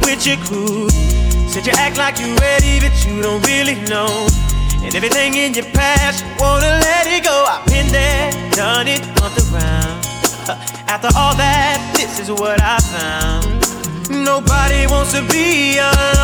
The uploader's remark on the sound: Live audio recording from my set at Sundeh Day Club in Bethesda, MD on Nov 26th.